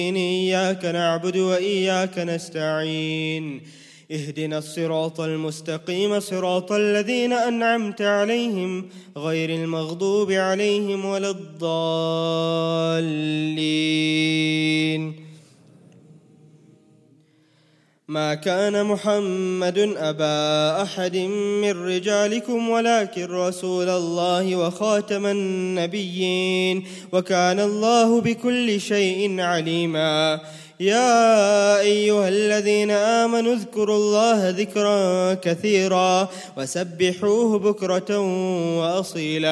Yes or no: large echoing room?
yes